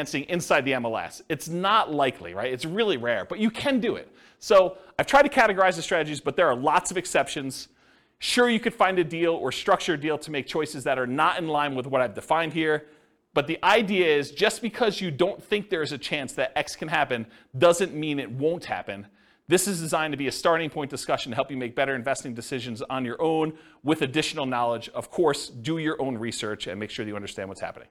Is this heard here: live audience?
yes